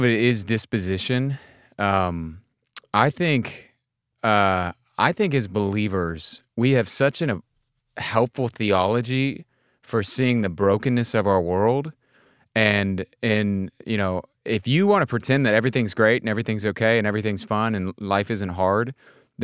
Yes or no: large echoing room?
no